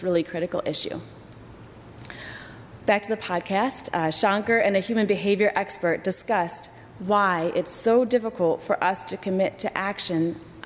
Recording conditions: large echoing room